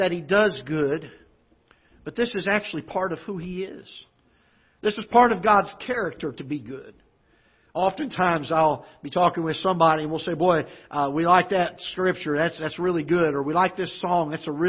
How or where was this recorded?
large echoing room